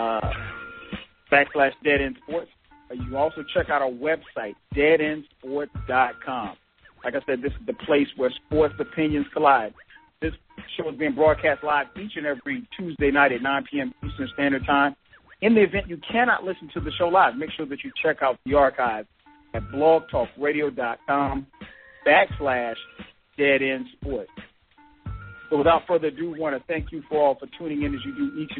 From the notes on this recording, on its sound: We take live calls on the air